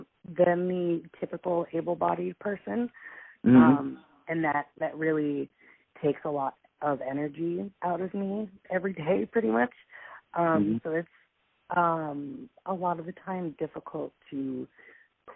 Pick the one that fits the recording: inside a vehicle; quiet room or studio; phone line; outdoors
phone line